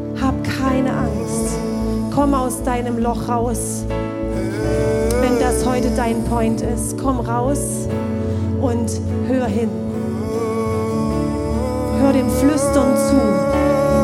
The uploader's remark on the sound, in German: Zeal Church Dresden. Audiomittschnitt der Predigt vom 03.12.2023 im Kurländer Palais in Dresden.